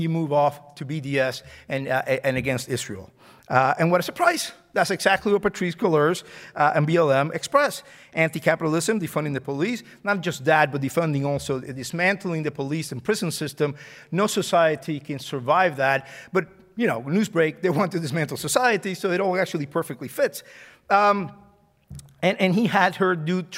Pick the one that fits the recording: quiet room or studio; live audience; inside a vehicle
live audience